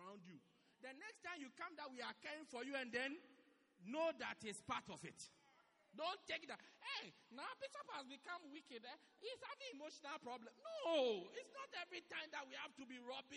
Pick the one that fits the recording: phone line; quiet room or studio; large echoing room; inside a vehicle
large echoing room